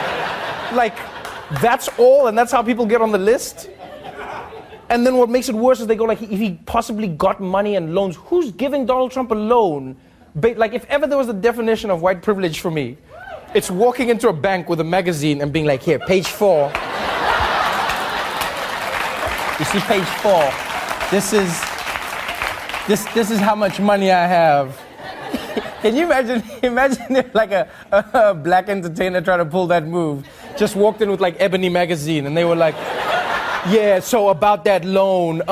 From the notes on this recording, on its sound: interact with the audience when The Daily Show cuts to commercial